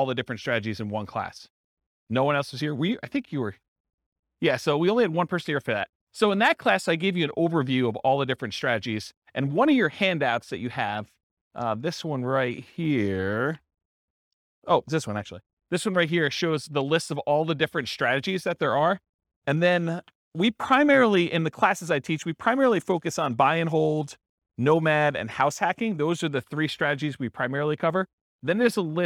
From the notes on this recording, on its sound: This was a live class recorded